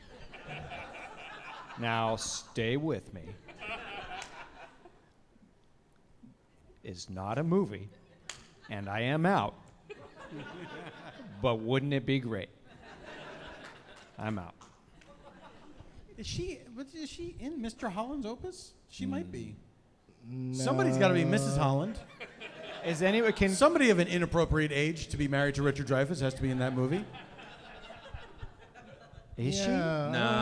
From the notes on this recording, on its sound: Live from the Now Hear This Fest in Anaheim